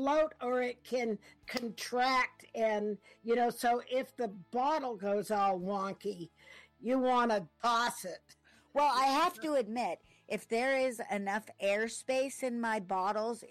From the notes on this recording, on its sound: This is a remix of some really old episodes. The audio is a bit uneven, I was just learning about editing then.